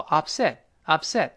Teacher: 读得飞快的时候，upset，upset，最后 t 失去爆破了